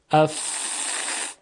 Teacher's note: اما با وجود این مانع میبینیم که یک سایش ایجاد میشه، یعنی هوا ساییده میشه به کنارهای دندان و لب و صدای حرف ف ایجاد میشه